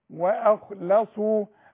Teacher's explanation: اللام قبلها حرف تخين خاء وبعدها حرف الصاد، صاد مفخم لكن هي في النص مرققه